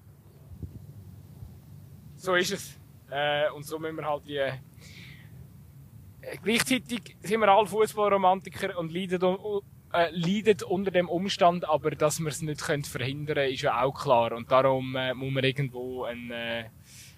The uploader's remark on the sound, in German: live vom Fussballplatz in Altstetten